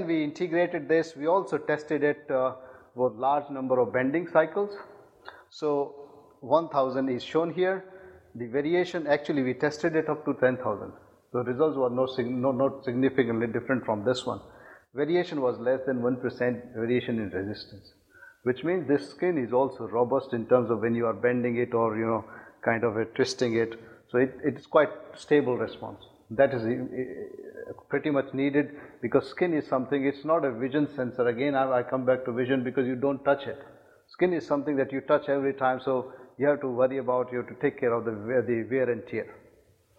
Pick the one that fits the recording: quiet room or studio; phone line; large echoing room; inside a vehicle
large echoing room